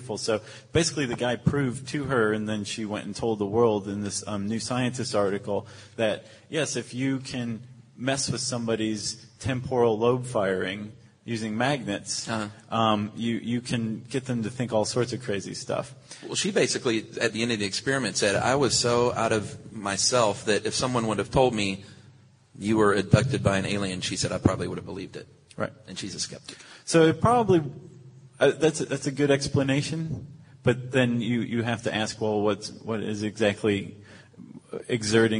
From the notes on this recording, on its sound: SYSK Live from SXSW. Ditch the studio and head west -- south by southwest, in fact -- to record a live podcast in Austin, Texas.